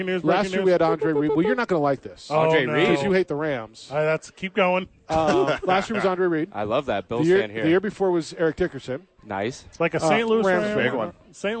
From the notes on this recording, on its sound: Live at Howies!